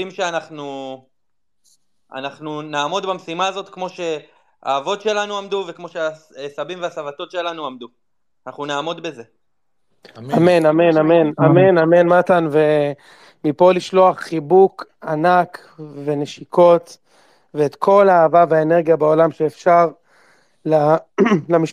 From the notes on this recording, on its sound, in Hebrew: פרק מיוחד של הציון שהוקלט בספייס בטוויטר בשמונה באוקטובר בשעות הערב המאוחרות.